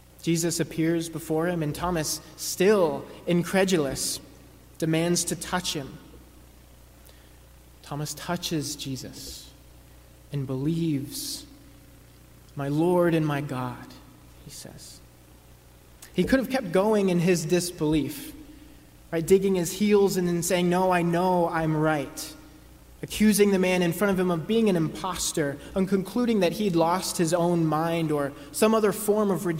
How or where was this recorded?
large echoing room